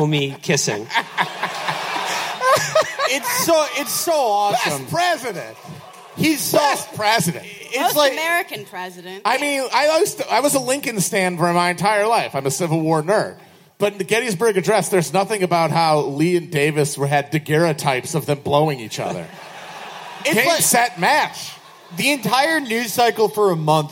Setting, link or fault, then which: setting, live audience